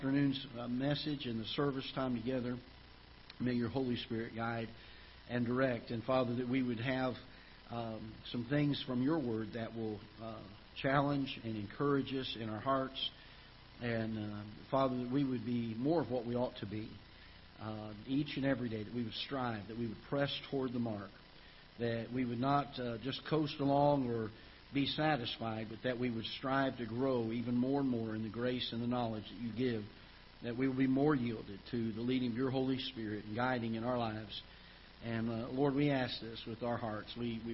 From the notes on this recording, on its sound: Ketha Heights Baptist Church ~ Live Broadcast.